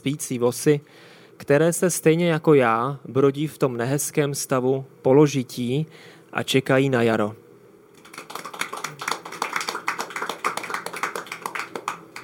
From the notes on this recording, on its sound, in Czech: Záložka se opět vydala do terénu, tentokrát na festival Prague Pride.